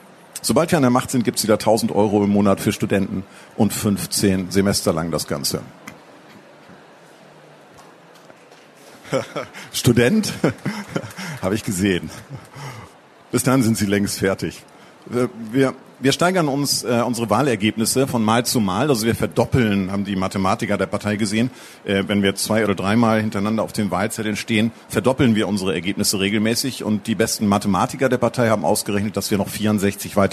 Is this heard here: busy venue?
yes